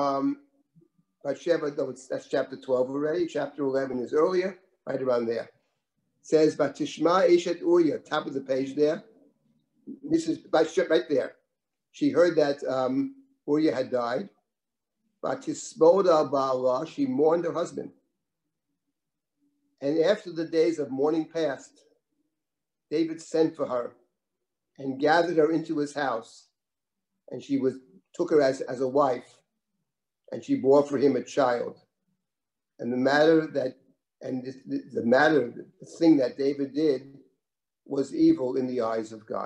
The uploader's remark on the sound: This audio was originally captured from Zoom.